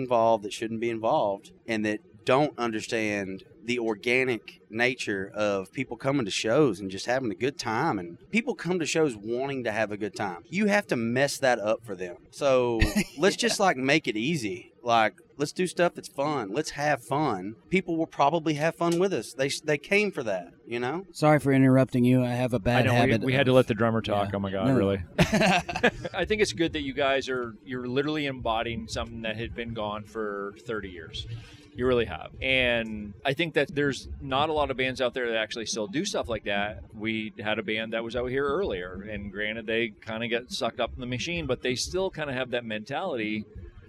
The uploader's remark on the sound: at the ROCK USA festival